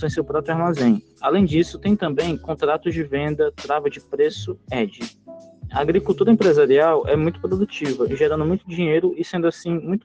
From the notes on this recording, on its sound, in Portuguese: Podcast realizado por meio da plataforma Google Meet, gravado no período em que as aulas estavam ocorrendo de forma remota.